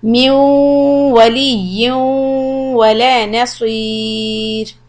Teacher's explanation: So both times we have idgham with ghunna on waw and the ra when you will end is going to be soft.